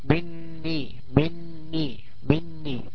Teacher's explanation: نون ساكنة بعدها نون مكسورة تشدد بقى، تبقى كأنها نون مشددة بالكسر